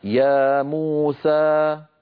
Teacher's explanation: يعني يا موسى، لما أقول أنا يا موسى هذا المقدار من أول ما نطقت إلى أن سكت، يا موسى مجموعه ست حركات، لأن يا بمقدار حركتين، مو بمقدار حركتين، سا بمقدار حركتين، فمجموع الكل صار ست حركات.